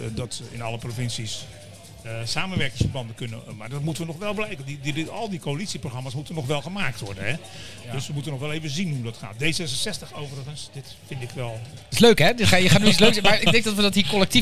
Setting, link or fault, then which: setting, busy venue